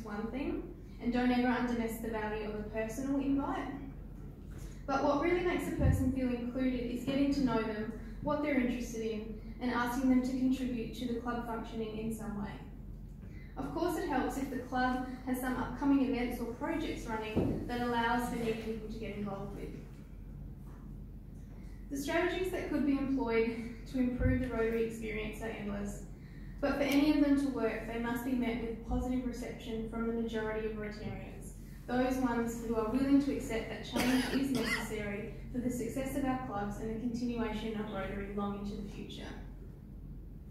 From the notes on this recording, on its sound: at the 2019 Rotary District 9500 Conference.